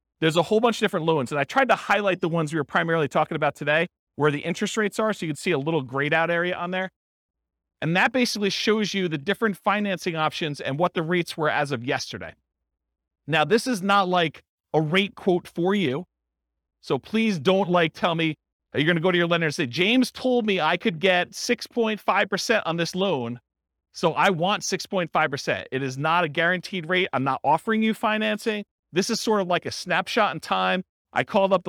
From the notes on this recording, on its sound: This was a live class recorded